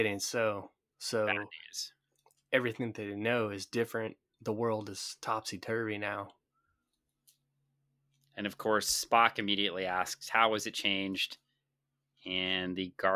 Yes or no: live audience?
no